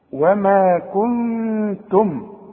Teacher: نون ساكنة بعدها تاء تاء من حروف الإخفاء